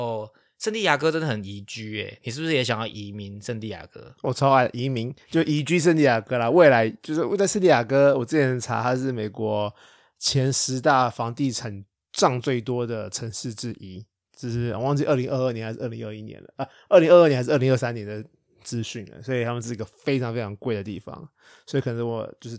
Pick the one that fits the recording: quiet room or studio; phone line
quiet room or studio